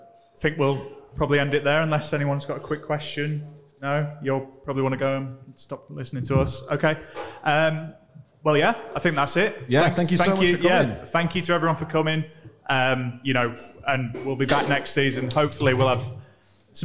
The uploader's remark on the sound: LIVE at Magic Rock! We're live in front of an audience.